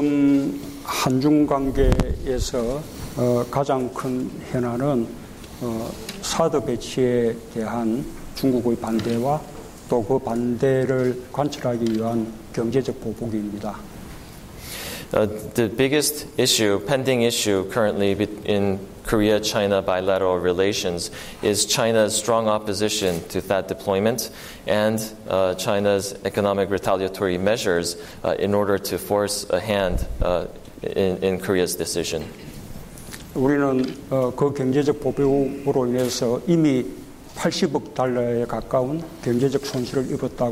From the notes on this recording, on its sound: Delivered a Global Leaders Forum address to a Washington D.C. Fielded several questions from the audience.